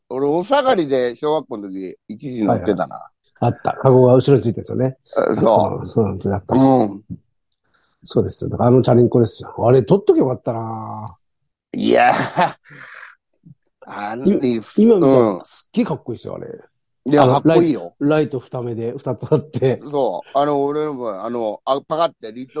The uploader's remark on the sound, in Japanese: ZOOMで収録